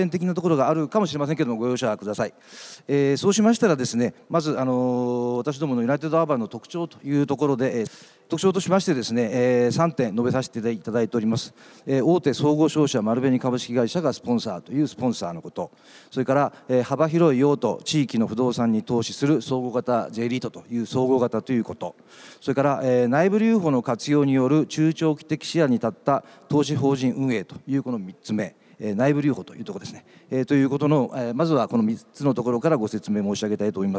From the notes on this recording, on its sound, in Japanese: 東京証券取引所で開催した「J-REITファン2017」に登壇した